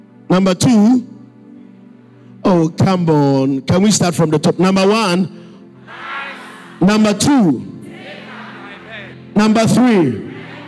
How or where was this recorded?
large echoing room